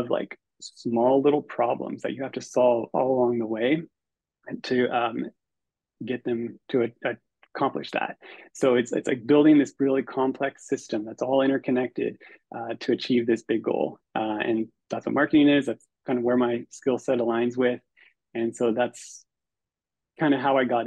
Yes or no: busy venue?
no